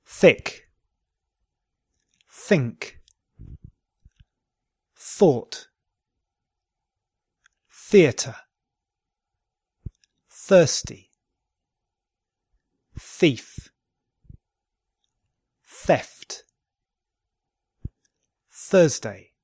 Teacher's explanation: Soft TH words. Th. These are unvoiced.